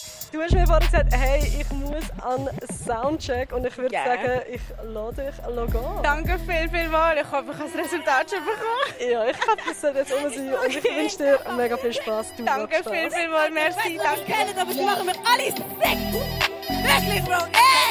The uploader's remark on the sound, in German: Radio X sendete live vom Sommercasino und der Padelhalle und übertrug Konzerte, Lesungen und Interviews.